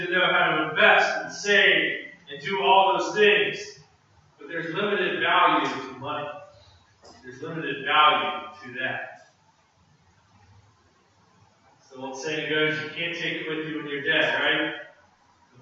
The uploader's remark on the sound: preached this sermon at Restoration Road Church in Wakefield, MA on Sunday, November 27.